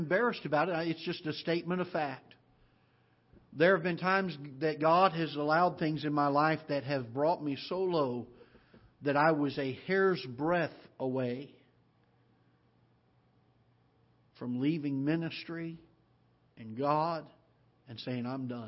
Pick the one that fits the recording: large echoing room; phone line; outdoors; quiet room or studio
large echoing room